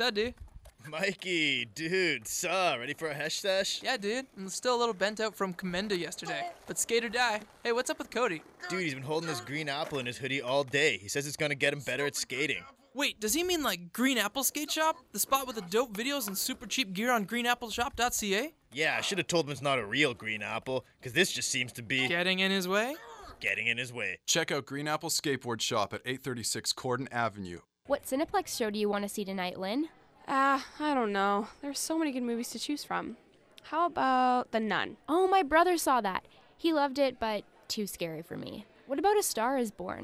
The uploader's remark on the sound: reporting live from one of Ciao Magazine's Dine About Winnipeg special culinary events